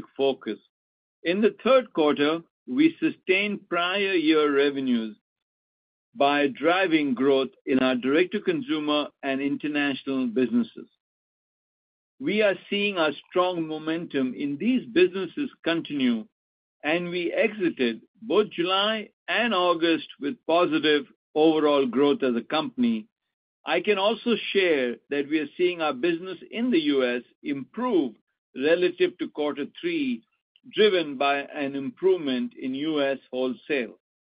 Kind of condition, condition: link, phone line